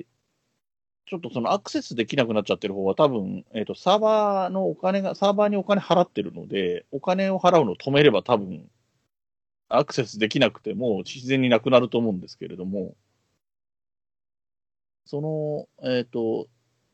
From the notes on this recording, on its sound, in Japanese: Skype収録音源